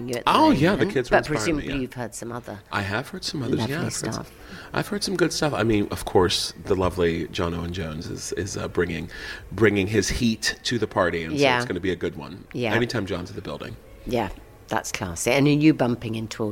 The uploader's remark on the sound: Backstage at the Magic At The Musicals. Talking to performers back stage at the Royal Albert Hall.